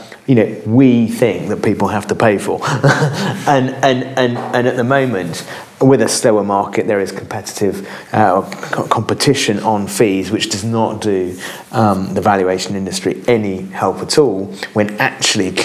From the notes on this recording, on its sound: Our first LIVE podcast recording.